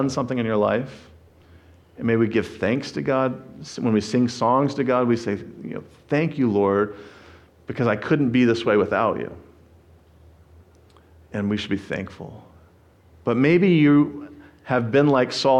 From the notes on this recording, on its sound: Sermon preached. At the First Baptist Church of Jackson, MI.